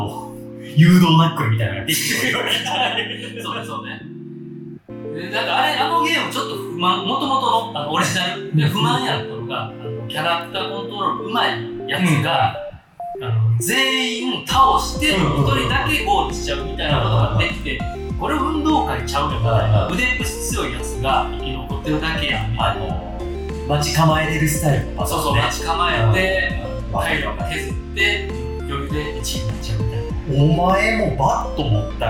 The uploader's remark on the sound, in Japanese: 録音環境が騒がしく編集・調整しておりますが、少し聞きずらい所がございます。